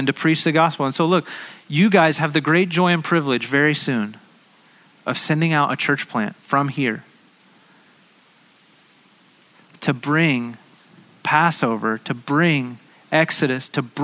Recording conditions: large echoing room